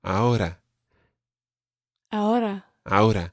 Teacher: the R in ahora isn't really rolled. It's more like a flick that happens somewhere just above your teeth.